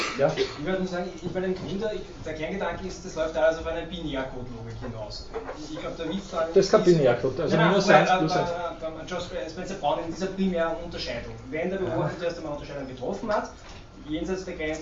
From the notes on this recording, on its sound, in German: Diese Vorlesung wurde von Studierenden aufgenommen